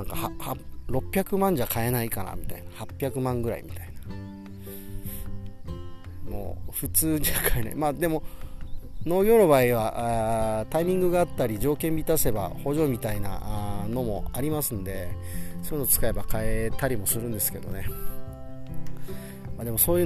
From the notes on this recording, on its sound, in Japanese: スマホ復活して久しぶりに畑で収録。